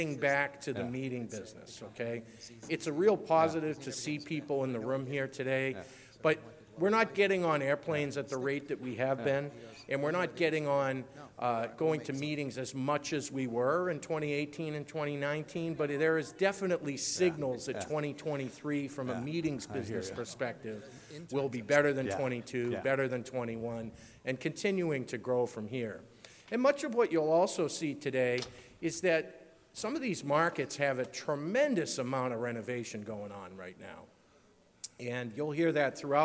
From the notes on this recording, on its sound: Keynote from the 6th Annual California Lodging Investment Conference [CLIC] 6. Opening Keynote from CLIC.